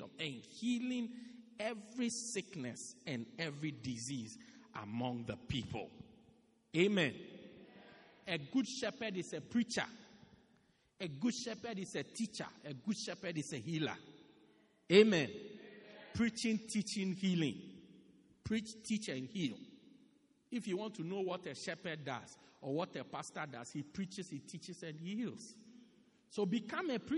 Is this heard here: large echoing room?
yes